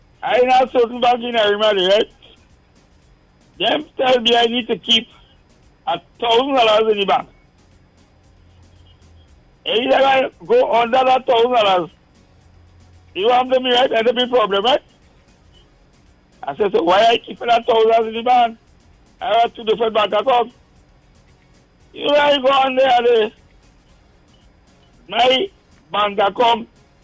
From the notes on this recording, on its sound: we take calls from our audience